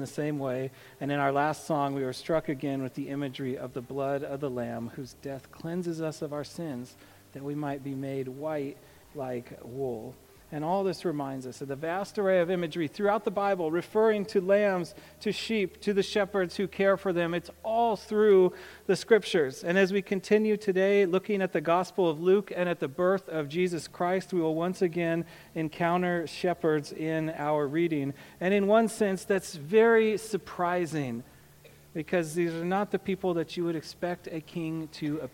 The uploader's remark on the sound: A sermon on Luke 2:8-20. To the congregation of Peace Bible Church in Salem, Oregon.